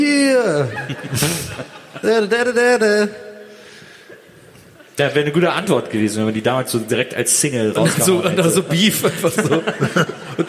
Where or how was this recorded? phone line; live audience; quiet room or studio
live audience